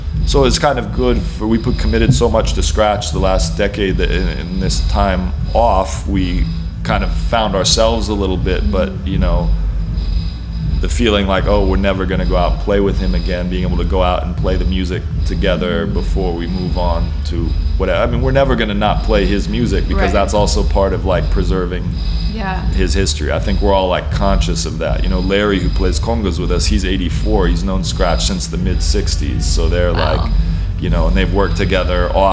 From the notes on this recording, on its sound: Back stage at their … Memorial Show at the Granada in Minneapolis.